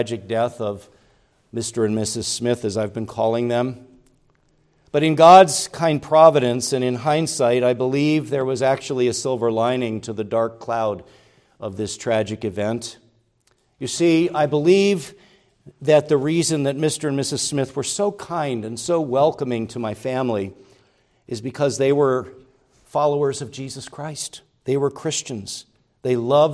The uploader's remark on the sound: preached at Grace Orthodox Presbyterian Church in Sewickley, PA, during the evening Worship Service on Sunday, April 23, 2023